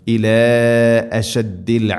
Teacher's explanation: മദ്ദിൻ്റെ അക്ഷരം അലിഫിന് ശേഷം ഹംസ അടുത്ത പദത്തിൽ, നാലോ അഞ്ചോ ഹർക്കത്തിൻ്റെ ഖദർ നീട്ടാവുന്ന മദ് · Term: മദ് മുൻഫസിൽ